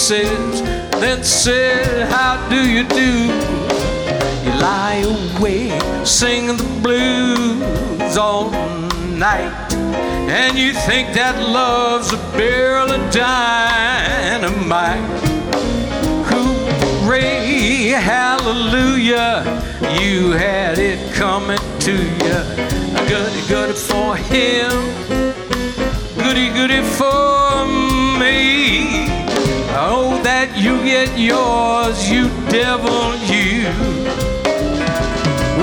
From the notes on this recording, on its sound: Live at the South Point Casino